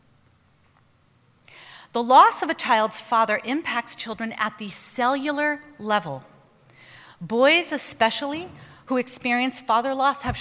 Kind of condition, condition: setting, live audience